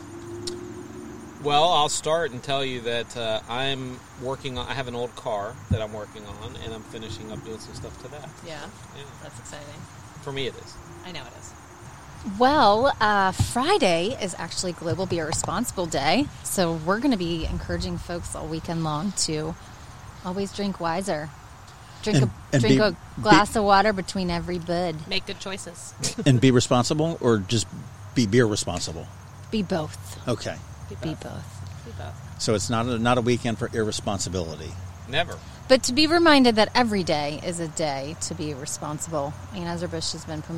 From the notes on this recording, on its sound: When you are tired of Zoom podcasts and the weather is beautiful and there is a big picnic table outside--you get together in PERSON and record a beercast!